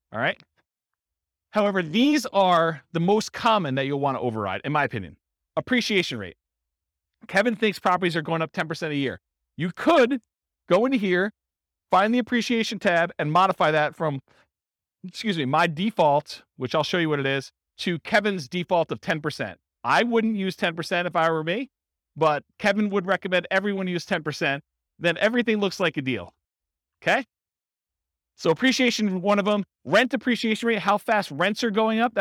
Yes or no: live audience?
yes